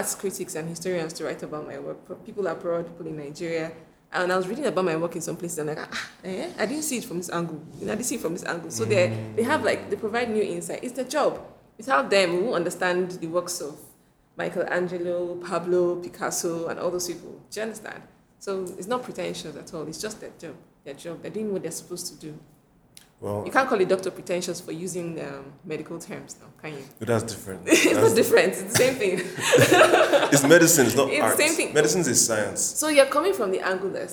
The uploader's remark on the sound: Recorded at the venue of her exhibition (Retro Africa)